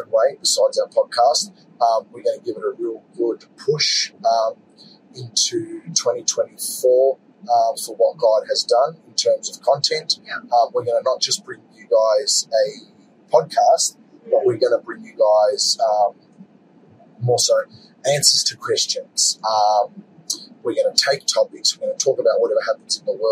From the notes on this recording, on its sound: Join us on an exhilarating journey as we dive into the heart of the 2024 Planetshakers Conference. Take you behind the scenes as they navigate the electric atmosphere of the conference, seeking out Christians willing to share their powerful testimonies.